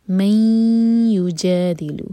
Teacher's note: من یجادل، یہ ہے ادغام غنہ کے ساتھ، ایم ٹی نون کے بعد ہے یا. تو ہم دو سیکنڈس کا ٹائم دیں گے اور ناک میں آواز لے جائیں گے